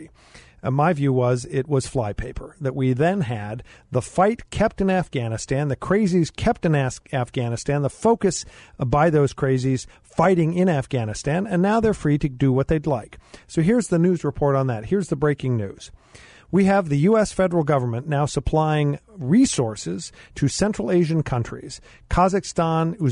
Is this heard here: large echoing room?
no